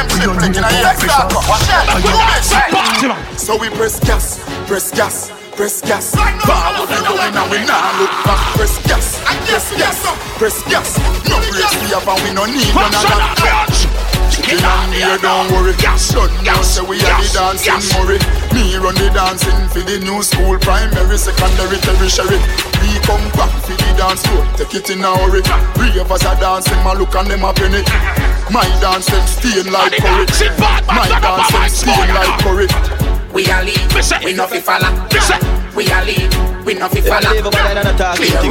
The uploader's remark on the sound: Here is a live audio recorded at Fashion & Brunch 2023. Shoutout to coppershot music for helping us record this live audio.